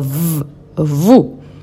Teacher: La V corta suena con los dientes, diente y labio. V, vous. La S final no suena, la OU suena a U, a una U del español.